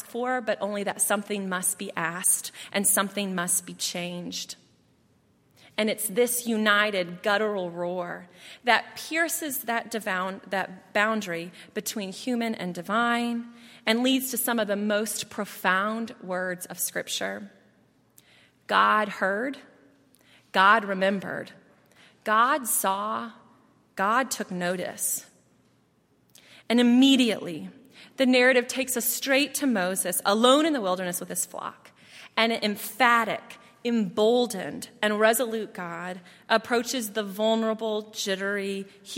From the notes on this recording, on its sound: at Highland Baptist Church